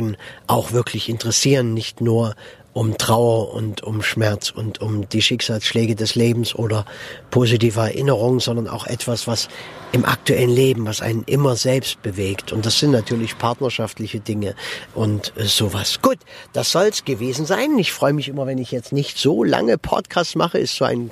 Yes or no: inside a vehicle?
yes